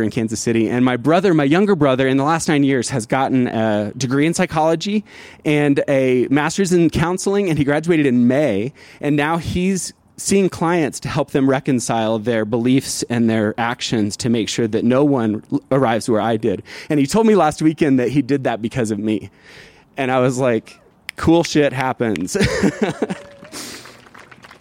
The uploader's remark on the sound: This story was recorded live, outside of Buntport Theater